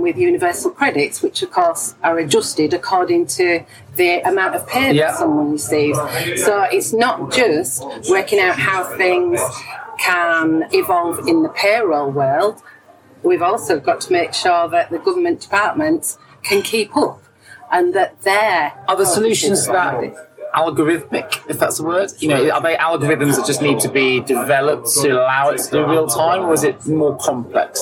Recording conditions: background noise